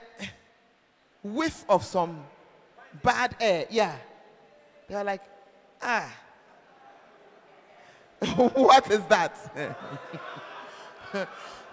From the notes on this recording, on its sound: Preached At The 12 Foundations Of The Bacenta Camp